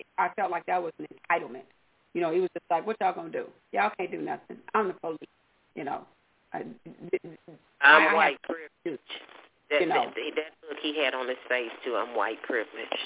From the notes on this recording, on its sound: Your phone calls.